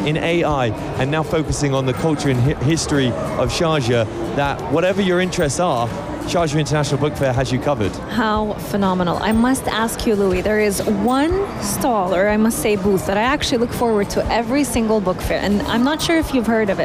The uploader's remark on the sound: Live From SIBF 2023: Walking Around the Book Fair. In the UAE.